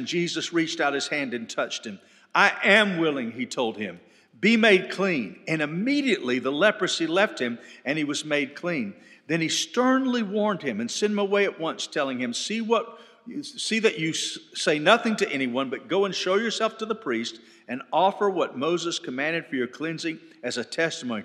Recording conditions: live audience